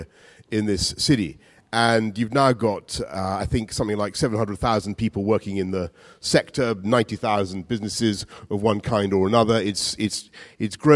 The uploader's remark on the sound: Recorded at CityLab 2015 in London.